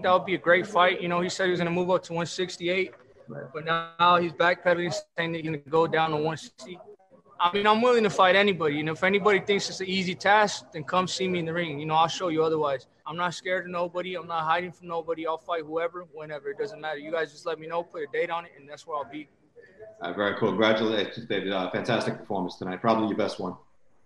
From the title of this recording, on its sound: Post Fight Media conference